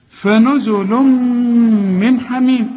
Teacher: التنوين اللي بعده ميم ادغام بغنة، من حميم كل الحروف مرققة.